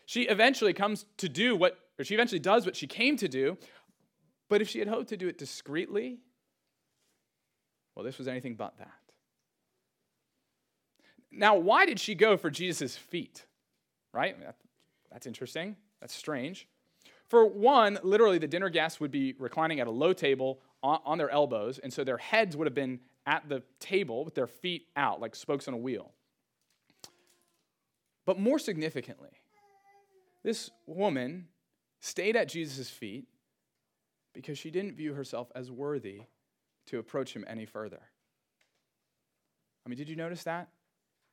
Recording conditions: large echoing room